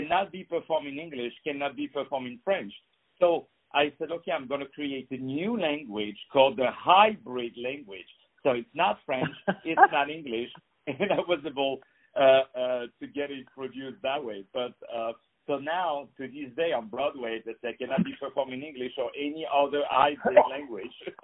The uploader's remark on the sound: On the phone